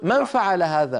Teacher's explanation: العرب تنطق الحروف كما كنا ننطقها ويدغمون ولكن لا يطيلون الغنة، يعني العربي يقول يا أخي ومن يفعل هذا، ومن، هل رأيت، ومن يفعل ذلك، ويقول من فعل هذا، من، فينتقل من الميم إلى الفاء مباشرة، لكنه لا يطيل الغنة